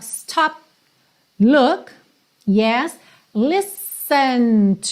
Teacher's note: percebe que esse P do stop corta o som mesmo. Você nem precisa do, tá, da percussão.